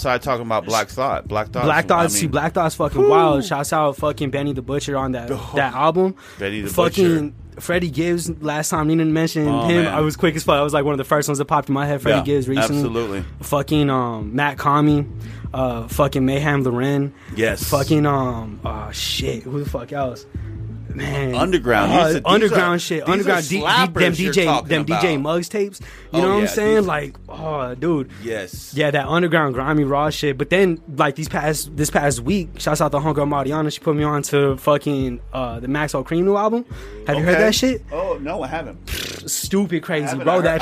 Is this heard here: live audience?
no